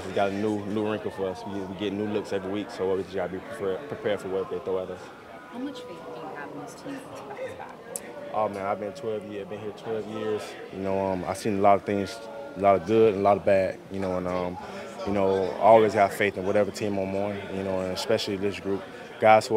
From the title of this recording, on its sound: Press Conference